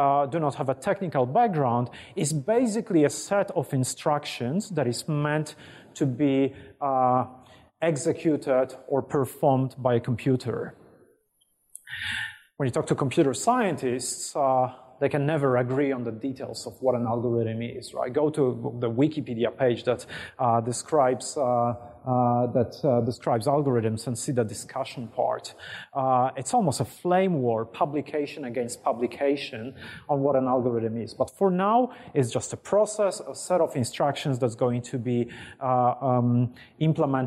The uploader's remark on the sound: IFE Grand Challenge Lecture, recorded 1 March 2019 at QUT.